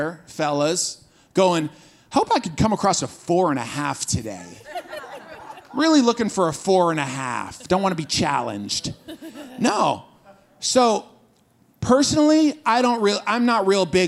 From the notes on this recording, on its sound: This Waves service, we took questions from the audience